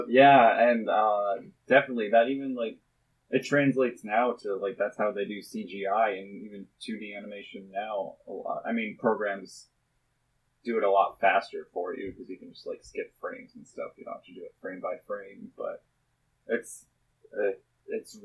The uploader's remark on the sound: APOLOGIES, THIS EPISODE CONTAINS POOR AUDIO QUALITY. From a fish bowl.